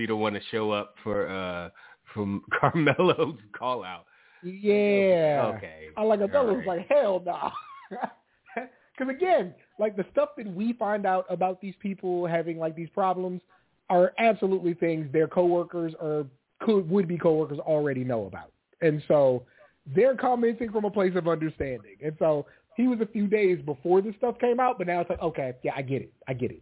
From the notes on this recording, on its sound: Live calls. Leave a voicemail to be played on-air.